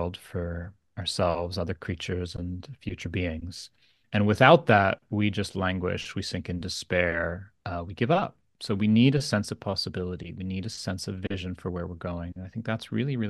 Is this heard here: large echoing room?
no